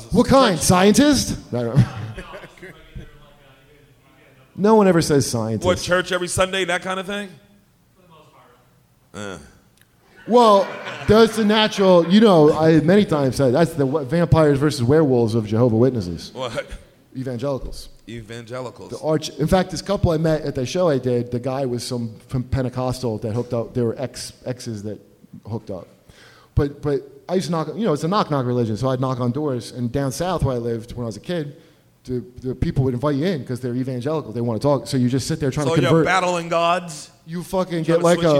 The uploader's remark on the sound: live at Small's Bar in Detroit!